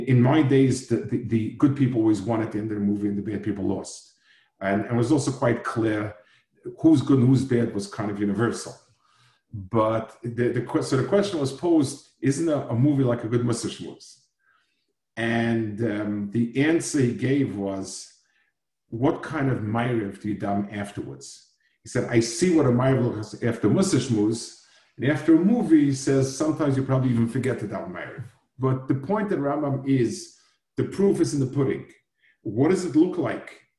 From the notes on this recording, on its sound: Delivered over Zoom to Asicha.